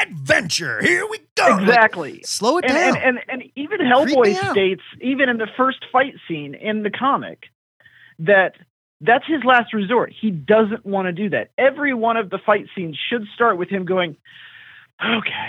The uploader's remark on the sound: The weekly, comic book call-in show where YOU control the topics!